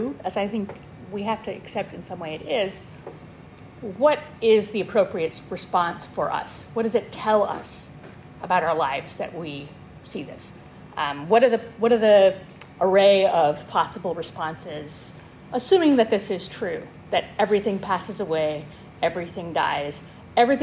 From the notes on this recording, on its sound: This lecture was given on September 14, 2023, at Yale University.